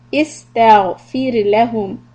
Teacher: the ra sukun preceded by kasra will be soft